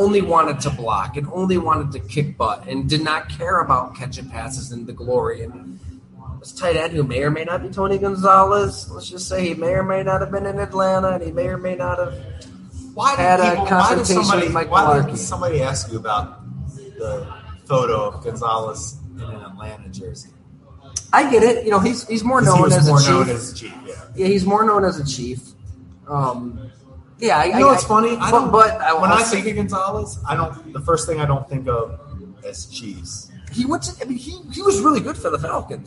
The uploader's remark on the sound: Live from Fattey Beer Company